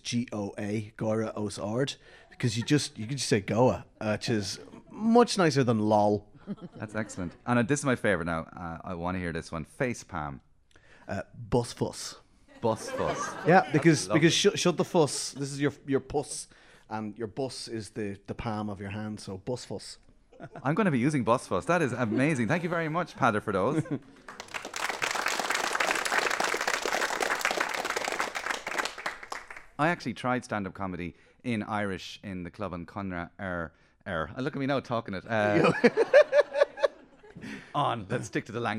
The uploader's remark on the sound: The shows were recorded live May 2018 as part of Comedy Showhouse at The Project Arts Centre in Dublin